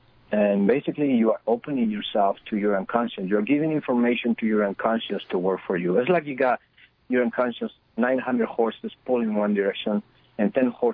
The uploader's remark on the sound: we speak by telephone